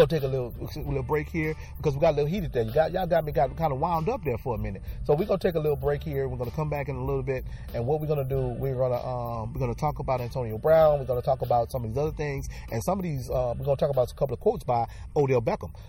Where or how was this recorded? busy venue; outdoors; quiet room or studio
outdoors